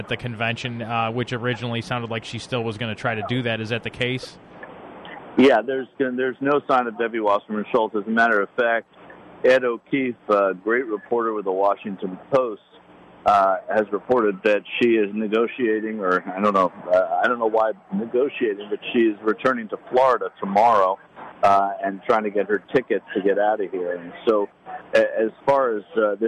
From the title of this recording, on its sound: Live from DNC In Philadelphia